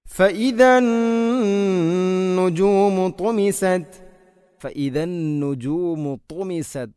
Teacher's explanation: തുമിസത് ത്വാഇന് ഉച്ചരിക്കുമ്പോൾ നാവിൻ്റെ മധ്യഭാഗം അണ്ണാക്കിലോട്ട് ഉയർന്നു വരുന്ന രൂപത്തിലാവണം